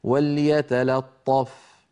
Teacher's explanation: لأن اللام الثانية مجاورة للطاء المفخمة، وليتلطف يقول أحدهم وليتلطف، فهذا لا يصح، بل عليه أن يقول وليتلا، وليتلا بعد أن ينطق اللام مرققة ينتقل إلى الطاء المفخمة فيقول وليتلطف.